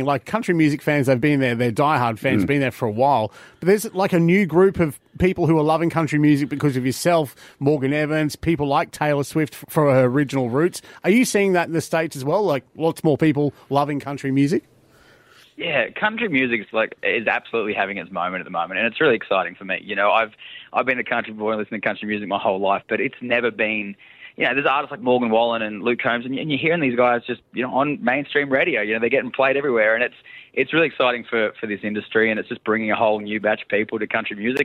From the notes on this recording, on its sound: on the phone from Nashville